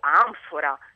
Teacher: Se pronunciamo invece, o anfora, ci accorgiamo che per pronunciare N utilizziamo una parte più avanzata della bocca, più specificamente labbra e denti